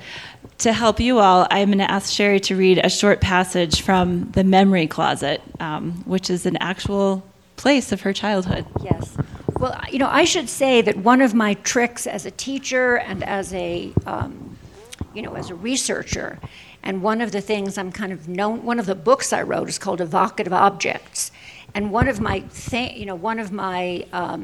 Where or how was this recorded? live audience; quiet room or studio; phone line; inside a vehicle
live audience